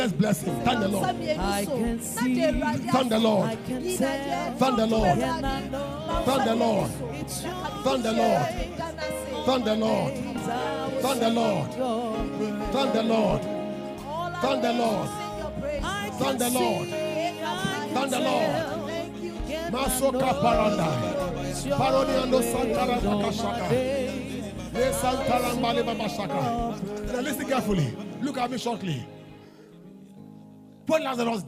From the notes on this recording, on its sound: Preached At LCC Goshen